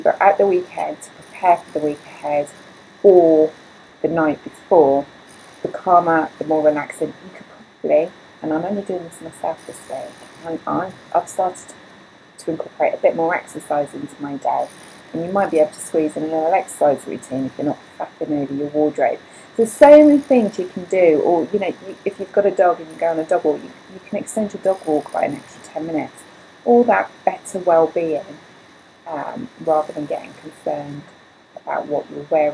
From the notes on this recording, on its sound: there is some glitches with the audio, apologies I was not aware until editing, I believe it the fan of the computer, and it's not something I could remove or reduce.